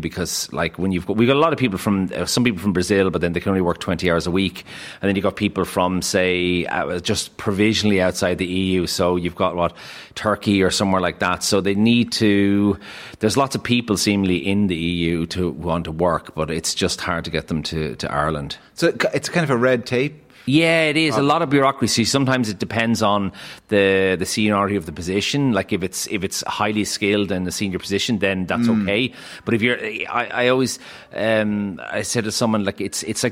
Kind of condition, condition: setting, busy venue